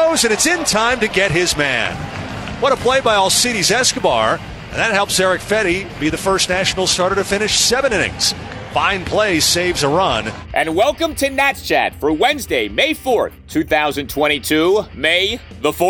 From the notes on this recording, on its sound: Coors Field Rout. Live from Coors Field.